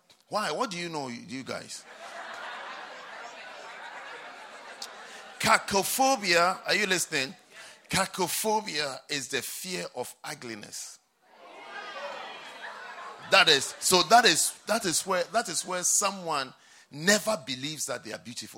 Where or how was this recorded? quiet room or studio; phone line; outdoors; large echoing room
large echoing room